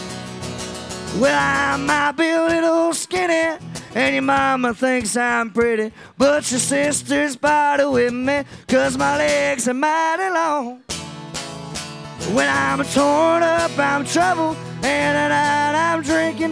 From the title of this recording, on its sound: Rounds At Live Oak In Nashville